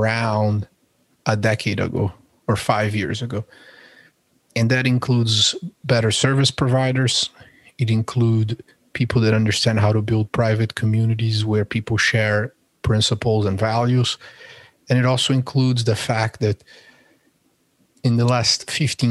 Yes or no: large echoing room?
no